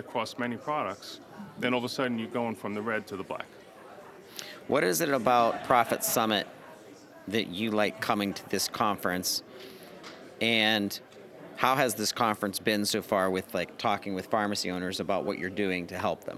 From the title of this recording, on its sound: DiversifyRx Profit Summit LIVE